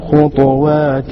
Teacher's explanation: لاحظوا إخواني، خطوات لسكون الطاء لورش